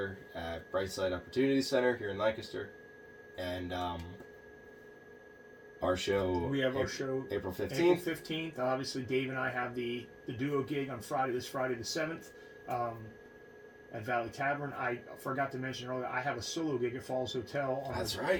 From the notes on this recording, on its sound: sorry about the less than 100% audio quality, we had a mishap with the recording and had to pull the sound from our video feed